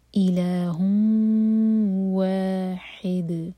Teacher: ہا کی تنوین کے بعد واؤ ادغام غنہ کے ساتھ تو میک شیور کہ دو سیکنڈس کا ٹائم دیں اور ناک میں آواز لے جائیں. الہ واحد، واحی، ح حلق سے اور دال پر رکیں گے تو دال پر قلقلہ کیا جائے گا.